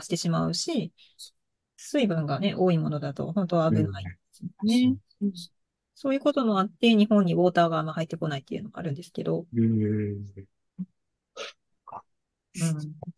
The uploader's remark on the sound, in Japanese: 毎月１回、ZOOMで集まってお話ししています。